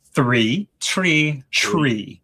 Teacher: You hear a bit of that ch sound mixed in with the TH, but you're not going to pronounce the TH clearly in three